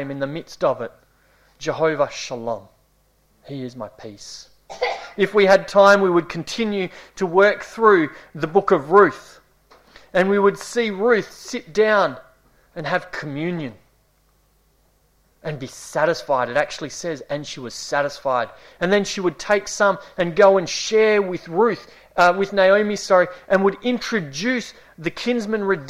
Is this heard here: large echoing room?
yes